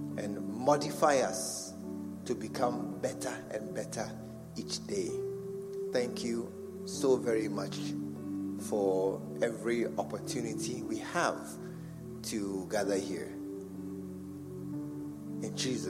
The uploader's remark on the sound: Preached at the True Vine Cathedral, Bantama